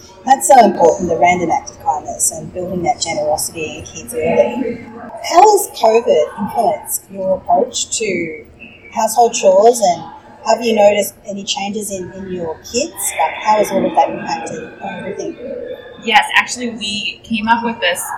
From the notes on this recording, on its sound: This podcast was recorded live at #fincon22, and the sound quality is less than perfect.